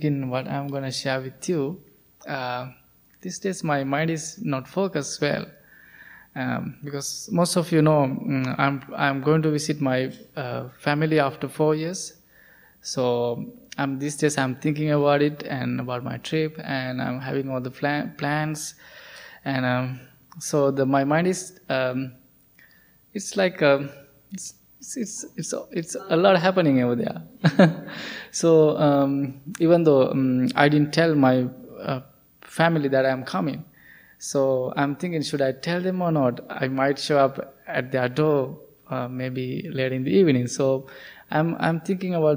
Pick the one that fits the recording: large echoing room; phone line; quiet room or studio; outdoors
large echoing room